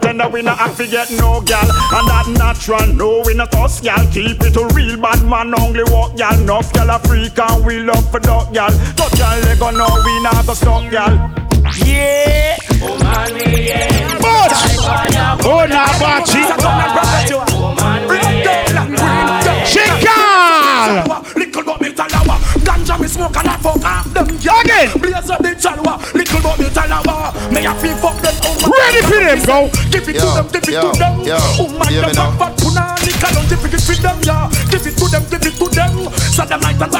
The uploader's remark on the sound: POP UP DANCEHALL | LIVE AUDIO 2021